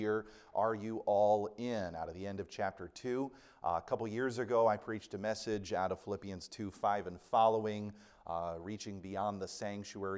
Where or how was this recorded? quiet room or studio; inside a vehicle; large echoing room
large echoing room